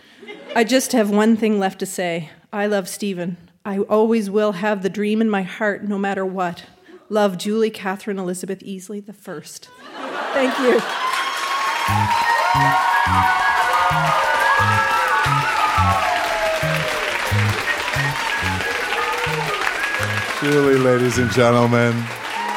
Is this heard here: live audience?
yes